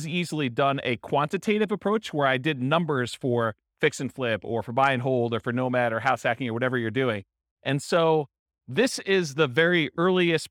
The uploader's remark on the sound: This was a live class recorded. Allentown, Pennsylvania.